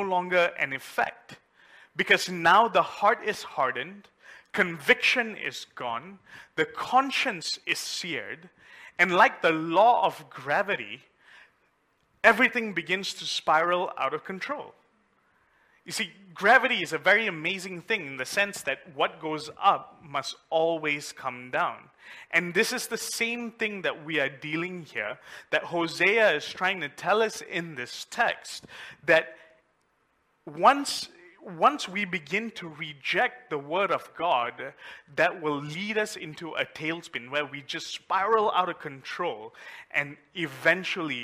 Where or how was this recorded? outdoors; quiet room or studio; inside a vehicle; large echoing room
large echoing room